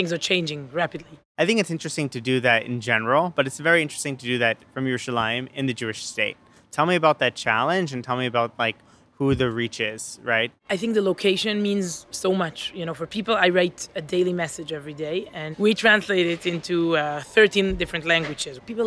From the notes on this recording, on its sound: They met up for coffee outside on a sunny Jerusalem morning